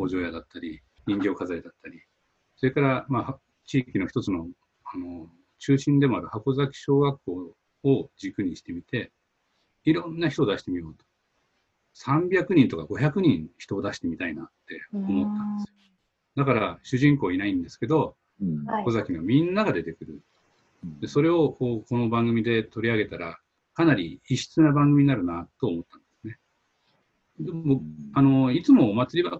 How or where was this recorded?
video call